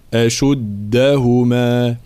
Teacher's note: دال من حروف الشدة والجهر، لا نقول أشدهما لا، وكأنها تاء، أشدهما هكذا فالانتباه.